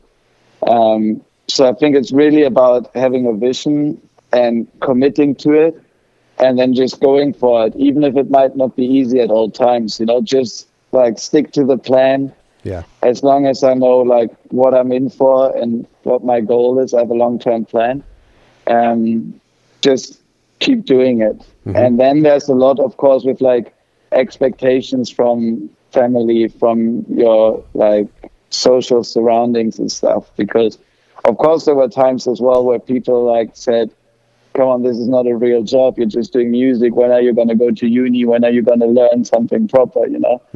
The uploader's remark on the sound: Over FaceTime at his home in Berlin.